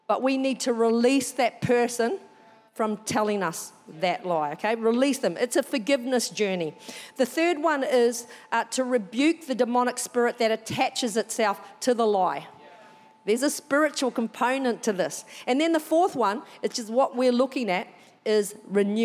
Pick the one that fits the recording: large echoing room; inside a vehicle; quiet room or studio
large echoing room